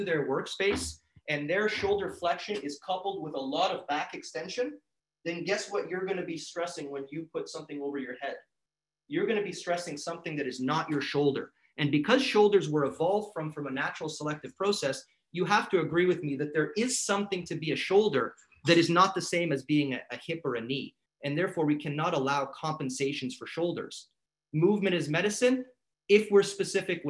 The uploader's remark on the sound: In this episode, I had the privilege of speaking at the Royal College of Chiropractic Sport Sciences of Canada (RCCSS) Move 2020 Virtual Conference.